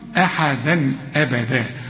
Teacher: والهمزة من حروف الإظهار ما تغنش